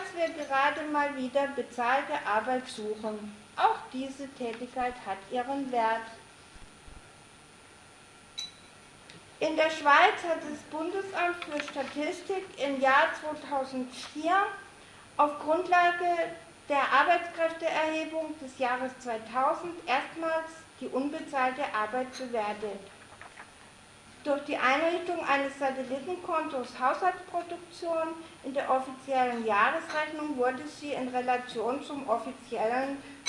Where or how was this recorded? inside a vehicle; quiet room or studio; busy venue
busy venue